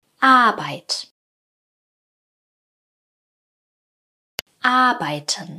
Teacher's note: Also aus dem A und vokalisierten R wird ein langes A. Die Zungenspitze liegt beim vokalisierten R hinter den unteren Schneidezähnen.